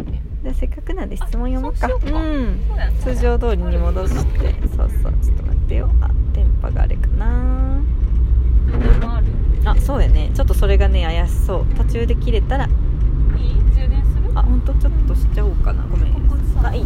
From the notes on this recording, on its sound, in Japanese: おでかけ収録 アートで頭パニック編！